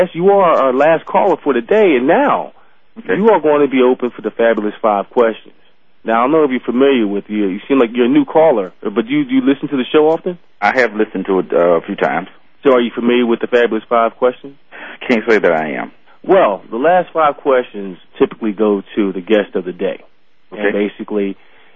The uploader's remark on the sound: they will be taking listener phone calls